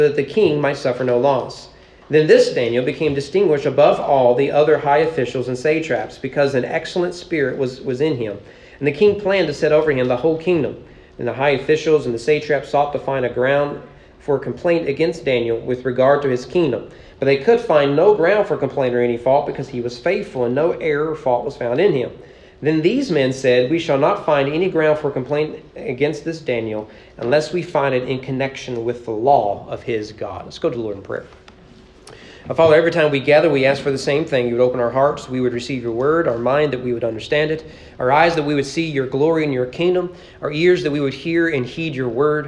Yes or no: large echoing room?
yes